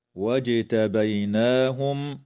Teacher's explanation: تقلقل الجيم في كلمة واجتبيناهم